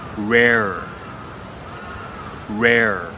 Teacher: your mouth will kind of open and come back. It'll open to make the A sound, but then come back to make the R. · Term: final R sound